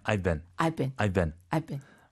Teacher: 그냥 빨리 발음하면 V가 안 들려요.